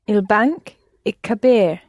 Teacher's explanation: you dropped the L of il in front of kibir